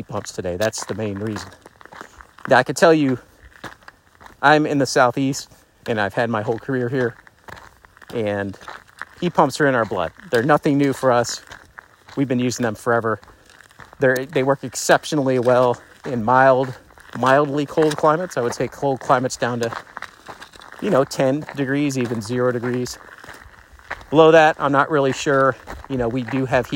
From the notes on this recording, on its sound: “on the go” episode. Recorded straight from our walking trial, the quality might not be studio-level.